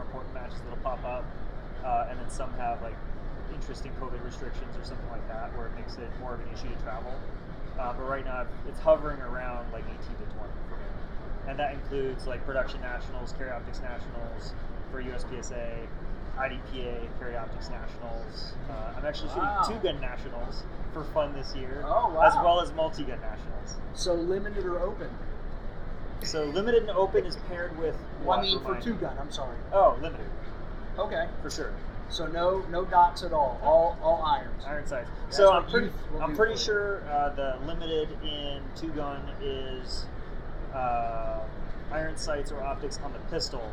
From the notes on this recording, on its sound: SHOT Show 2022. Unfortunately, there was no ceiling to this space. There was a lot of "crowd noise" from SHOT Show attendees.